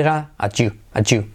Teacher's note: Esa T más Y se convierte en como si fuera una GJ.